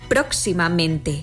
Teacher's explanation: intensificamos tanto la sílaba tónica del adjetivo base como la de la terminación mente